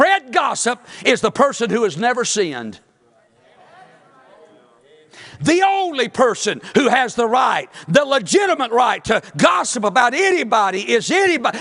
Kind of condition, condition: setting, large echoing room